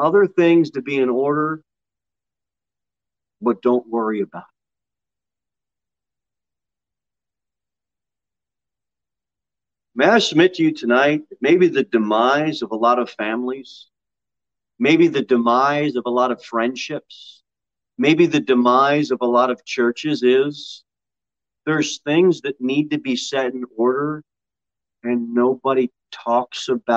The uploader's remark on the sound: Sermon delivered at Pilgrim Baptist Church on Thursday, May 12, 2022 at 6 pm. Jere Whitson Rd.